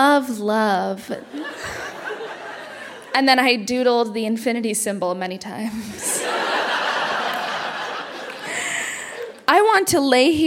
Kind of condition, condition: setting, live audience